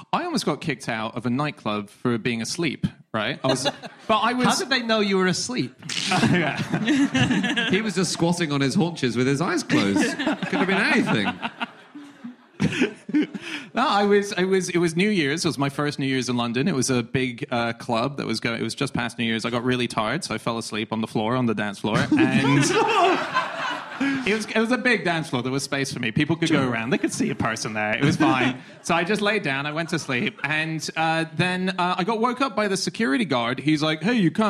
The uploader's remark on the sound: Live from Bristol